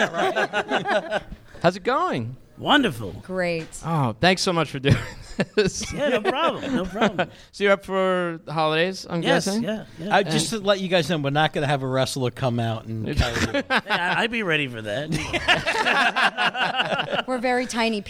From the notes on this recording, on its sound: Thanksgiving at Applebee's. This Thanksgiving Eve live show.